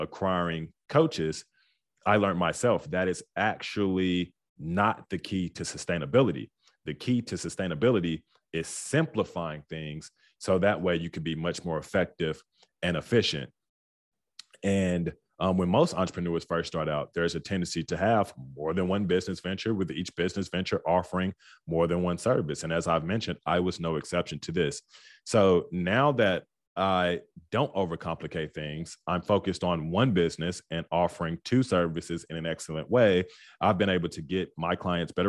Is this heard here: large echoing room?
no